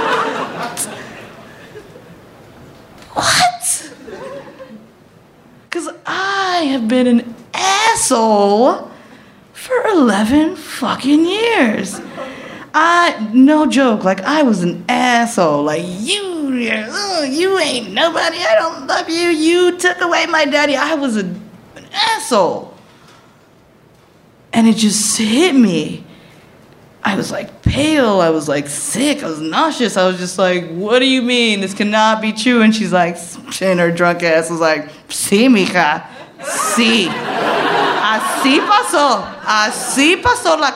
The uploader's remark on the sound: Live From Chicago! At our very first show in that toddlin' town!